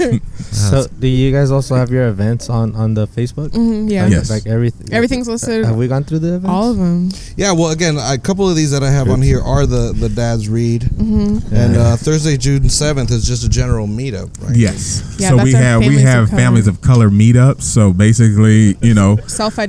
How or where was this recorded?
outdoors